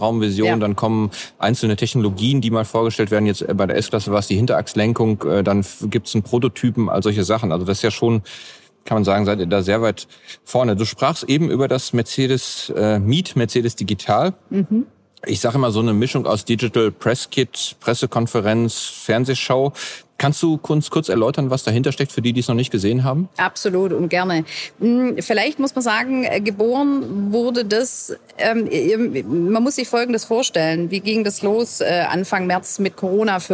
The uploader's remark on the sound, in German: KKongress-Special 2020. Live vom KKongress.